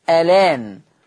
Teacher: هشيل الهمزة واخد الفتحة حطها على اللام فتبقى لام مفتوحة فتصير ألان، فتصير ألان. · Term: نقل